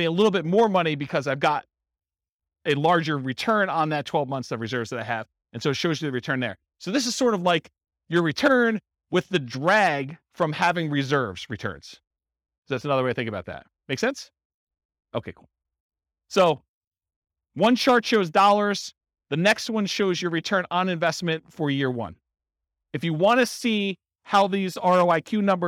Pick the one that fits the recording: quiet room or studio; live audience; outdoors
live audience